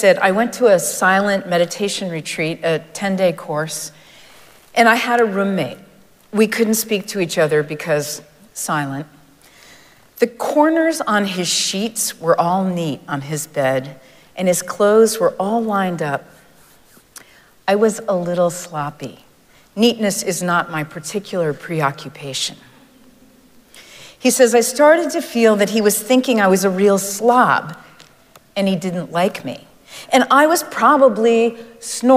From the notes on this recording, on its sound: Recorded live at Arlington Street Church.